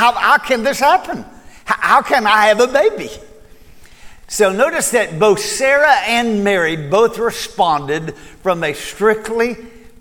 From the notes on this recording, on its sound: Recorded at Cornerstone Church.